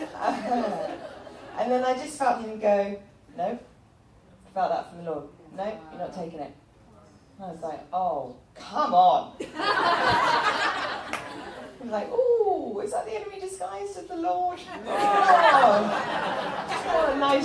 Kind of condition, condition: setting, live audience